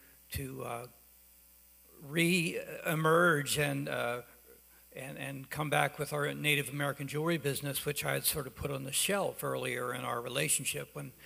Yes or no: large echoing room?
yes